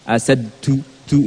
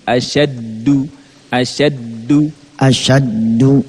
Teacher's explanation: Huruf dal Ustaz. Itu kan ujung lidah kita. Ditemukan dengan gusi. Da. Jadi dia enggak bersentuhan dengan gigi. · Shown in: second take · Kalau kena gigi atau nyandarnya di gigi atas kita, bagian belakang itu dindingnya, dia akan keluar nafas.